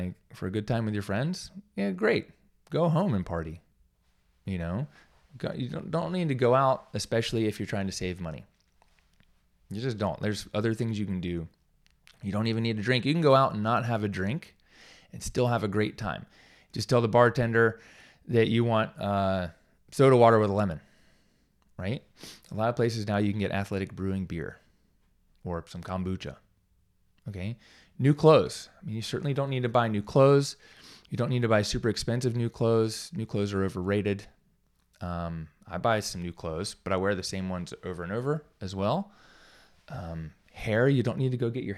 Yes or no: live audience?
no